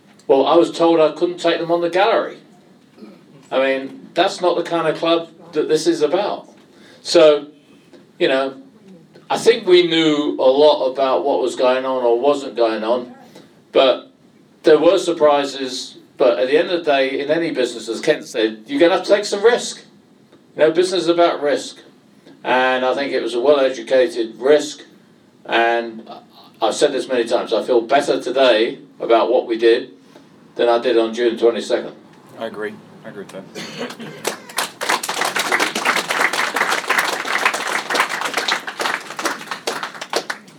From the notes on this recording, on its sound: Recorded in the Supporters Club. Spoke to a live audience of Leyton Orient fans.